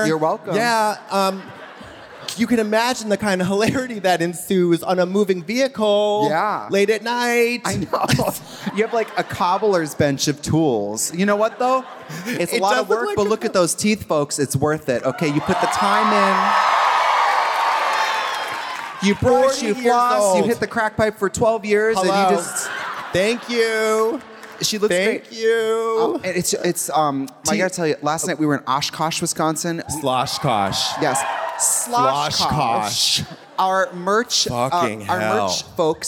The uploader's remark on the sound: Live in Chicago from the Historic Auditorium Theatre